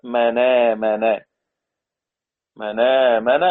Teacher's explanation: يعني إذا رأيت ساكنا مفصولا بشروطه التي تكلمنا عنها، إذا رأيت آل التعريف وبعدها همزة، فحكم ورش فيها نقل حركة الهمزة إلى الساكن قبلها وحذفها · Term: النقل